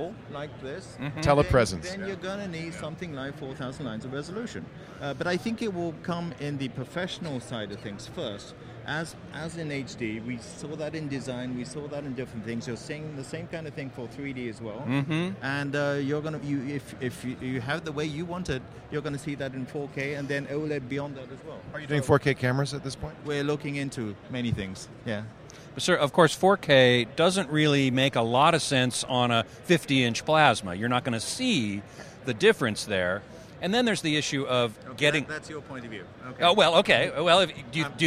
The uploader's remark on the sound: Live from NAB